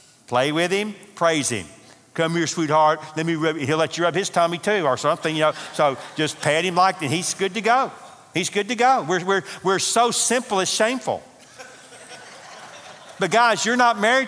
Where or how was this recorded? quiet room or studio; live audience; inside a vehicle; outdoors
live audience